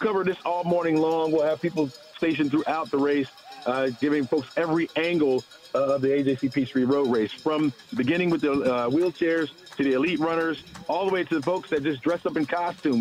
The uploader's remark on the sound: Live from the PeachTree Road Race